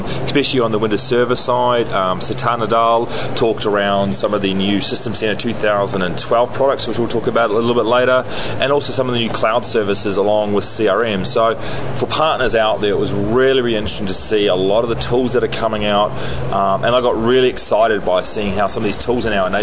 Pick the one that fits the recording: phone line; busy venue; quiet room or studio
busy venue